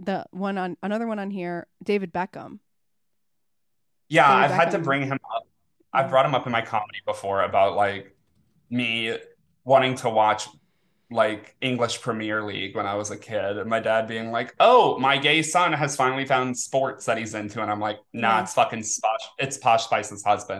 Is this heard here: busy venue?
no